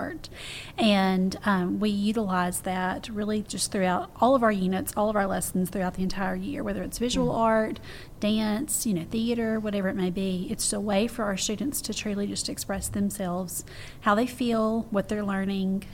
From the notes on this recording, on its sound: Recorded at this year’s Whole Schools Summer Institute in Hattiesburg.